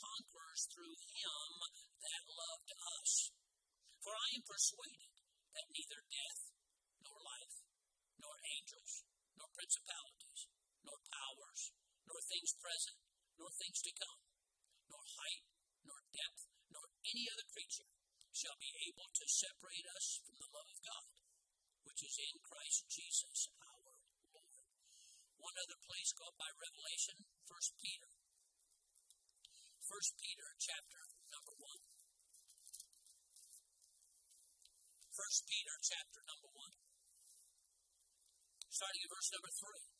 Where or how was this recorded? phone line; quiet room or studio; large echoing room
large echoing room